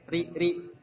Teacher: Nah, istilahnya tarkik tipis dalam dua keadaan Ini harus sedikit teliti. Yaitu jika satu berharokat kasroh, jelas ya, ri, ya tipis ya, ri, cempreng